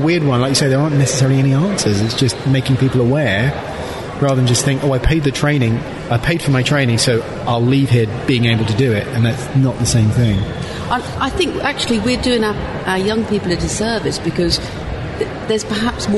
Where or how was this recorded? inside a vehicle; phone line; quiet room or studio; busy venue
busy venue